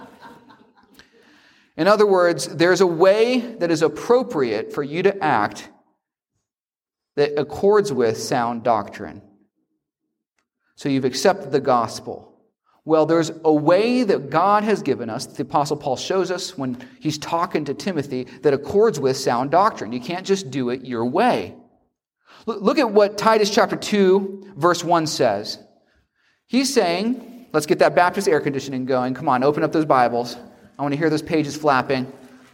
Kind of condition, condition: setting, large echoing room